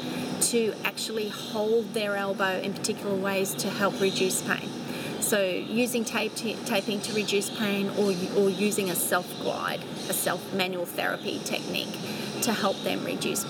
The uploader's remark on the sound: Recorded outside. Gold Coast in Australia, apologies for the sound of wildlife in the background !!